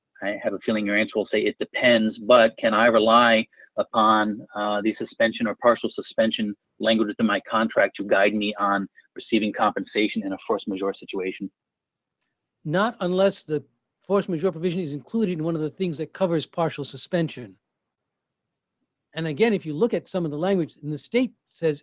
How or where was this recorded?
video call